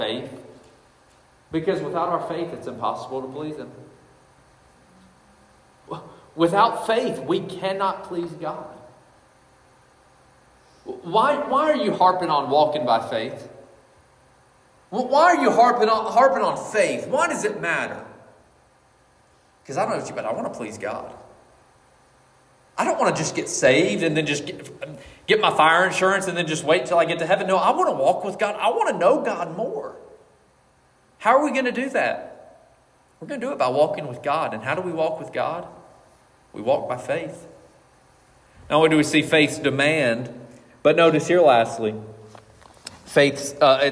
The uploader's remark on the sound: This message was preached on February 4th, 2024 at Collins Hill Baptist Church.